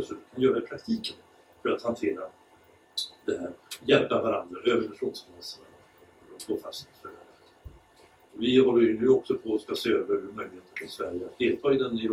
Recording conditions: poor sound quality